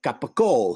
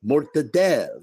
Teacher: eliminating the final syllable of each item